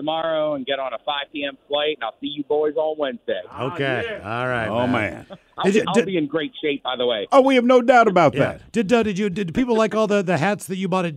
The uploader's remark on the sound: Calls from Houston Texas to give us an on-scene report of the environment of the National Championship game!